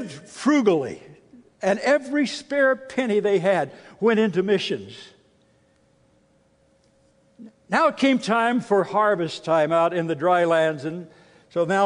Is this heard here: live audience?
yes